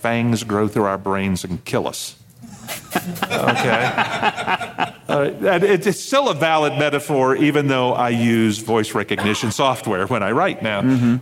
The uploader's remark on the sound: This episode was recorded live at NASFIC.